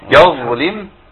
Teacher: ضاء ساكنه فيها رخاوه فيها صوت بيمشي